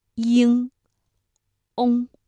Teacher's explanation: 而后鼻音呢，鼻腔共鸣更强，声音更加的浑厚